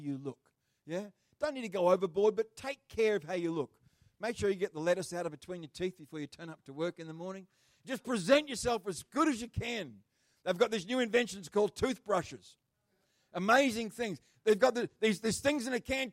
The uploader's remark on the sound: The live stream of Destiny Church Atherton.